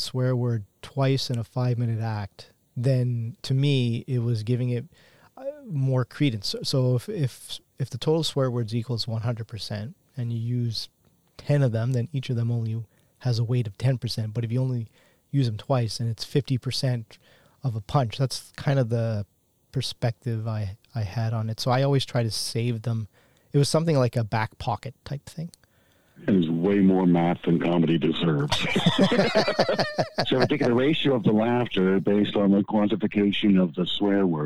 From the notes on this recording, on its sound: I apologize on the guest's voice quality as it was done over the phone.